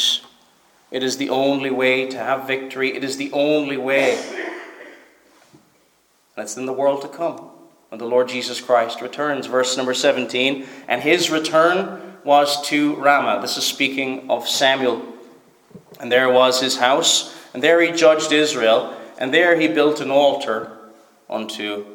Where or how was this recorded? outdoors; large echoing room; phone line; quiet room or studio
large echoing room